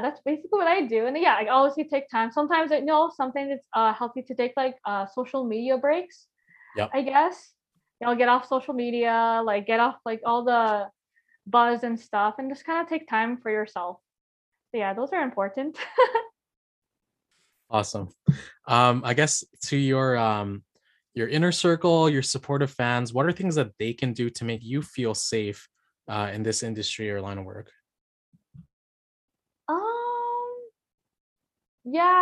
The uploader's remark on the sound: podcast was recorded on Zoom